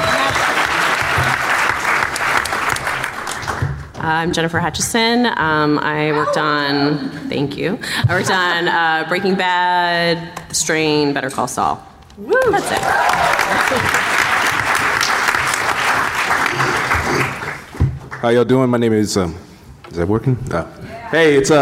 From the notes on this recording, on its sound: Recorded at San Diego Comic Con, July 19, 2019. Writing the Rules of Magic panel.